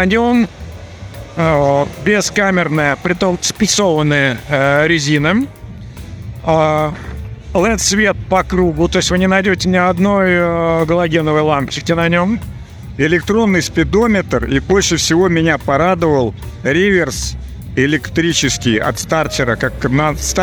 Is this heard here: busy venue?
yes